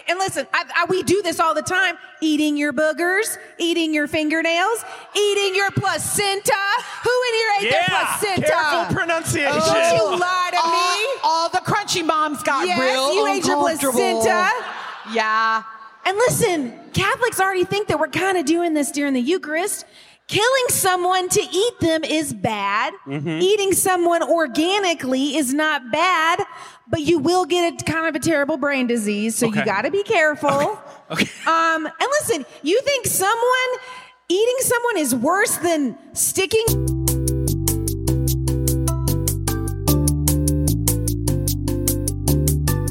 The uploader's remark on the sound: In this episode, we are sharing some of the spice from our Atlanta live show.